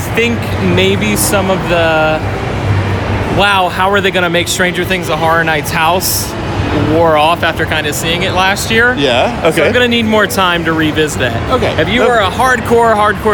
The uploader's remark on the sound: It’s our annual “live from the park” opening night instant reaction episode for Halloween Horror Nights Orlando.